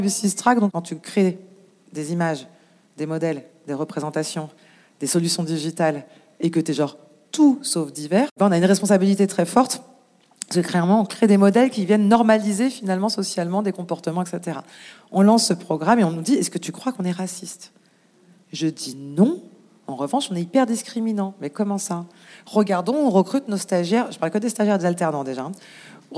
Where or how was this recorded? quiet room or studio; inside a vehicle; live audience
live audience